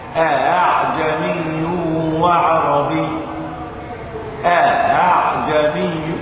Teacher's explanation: والهمزة الثانية أتيت بها ما بين الهمز والألف · Term: الهمزة المسهلة